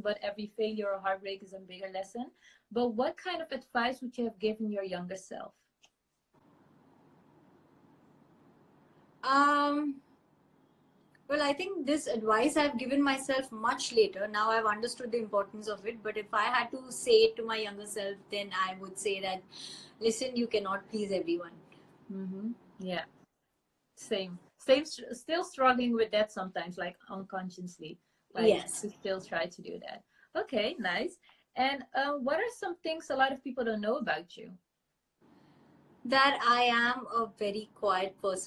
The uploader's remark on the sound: Instagram Live